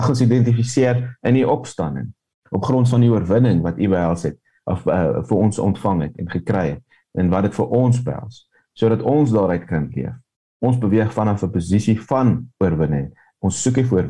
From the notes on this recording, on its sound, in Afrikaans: Manne van die Woord Zoom Byeenkoms